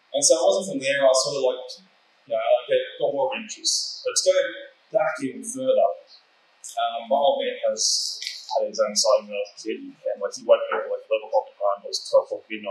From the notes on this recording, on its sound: My Cardwell UFO Festival Presentation. We had an absolute great time in the beautiful town of Cardwell. The audio quality isnt that great due to a lot of background noise and the audio equipment we had at the time.